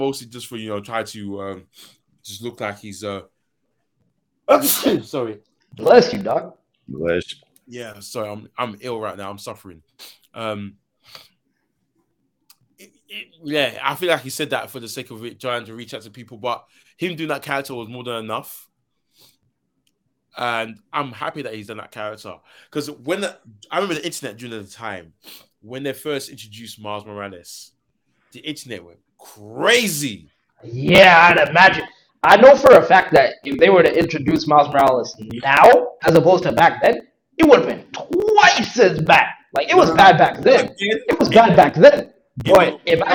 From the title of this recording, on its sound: audio issues